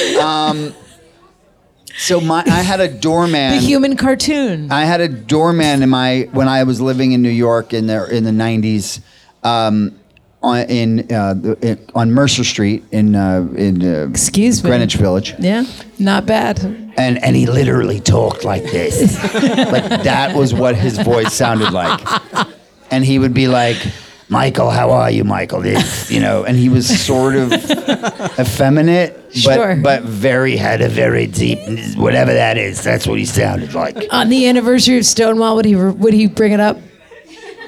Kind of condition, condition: setting, live audience